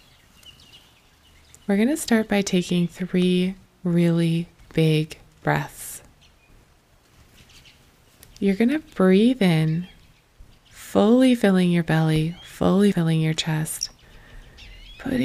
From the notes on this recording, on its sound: Today's episode brings the forest to you with winter bird sounds recorded under big beautiful trees.